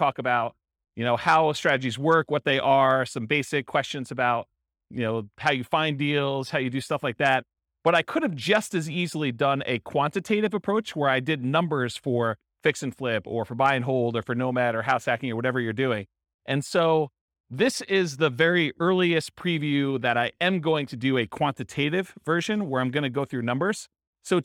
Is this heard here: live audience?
yes